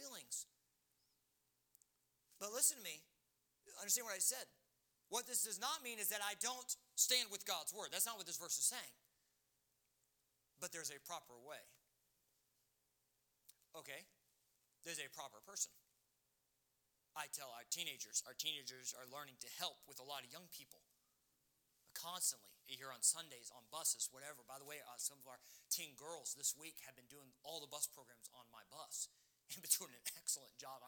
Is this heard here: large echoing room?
yes